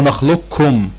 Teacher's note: الكامل انك تنطق الكاف مشدده وتشيل القاف خالص · Term: الإدغام الكامل